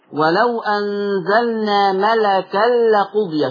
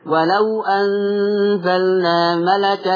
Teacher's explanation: لما دخل التنوين في اللام ما علقش لساني على اللام · Shown in: first take · Term: التنوين هنا دخل في اللام